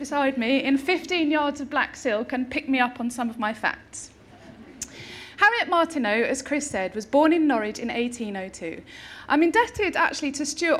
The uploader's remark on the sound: delivered this year's Harriet Martineau Lecture at the Norfolk & Norwich Festival